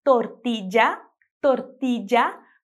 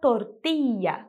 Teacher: Pode ser falada como eu acabei de dizer, tortilla, tortilla, com esse som de já, já no final. E também pode ser falada tortilla, com esse I mais longo.